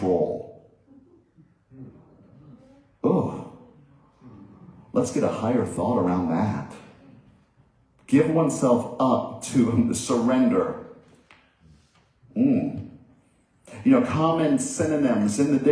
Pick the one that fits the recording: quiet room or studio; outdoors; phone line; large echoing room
large echoing room